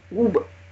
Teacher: я произношу слово «огубленный» или слово «губы», и у меня губы в трубочку вытягиваются уже на «г»